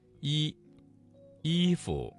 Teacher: 都是前元音，发音的时候要注意舌面的位置，不要过于靠后